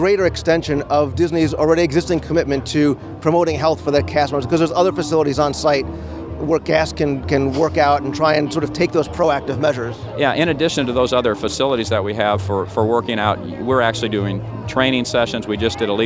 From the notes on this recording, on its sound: I just returned from Walt Disney World, where I was covering a number of special events for the show. I was able to attend and bring you audio from the opening of the new Cast Member Wellness Center.